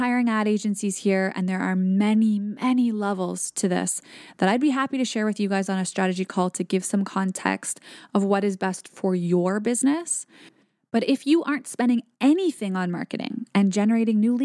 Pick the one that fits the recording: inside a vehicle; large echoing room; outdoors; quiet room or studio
quiet room or studio